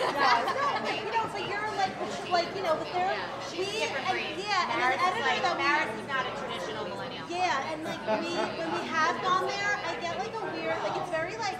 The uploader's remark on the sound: LIVE from Bell Works.